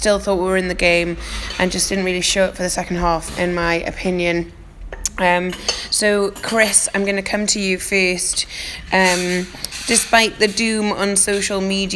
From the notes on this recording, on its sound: Recorded in a restaurant outside the Emirates.